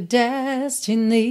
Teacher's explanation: Aqui na música, essa palavra destiny acabou ganhando uma ênfase aí na última sílaba, né? Normalmente, a sílaba tônica é a primeira, destiny.